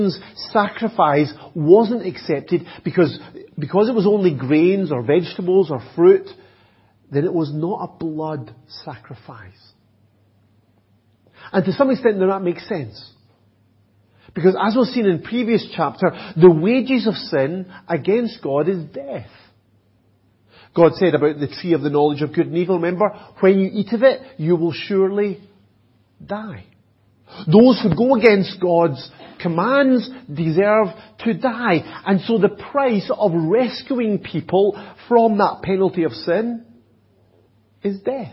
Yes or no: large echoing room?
yes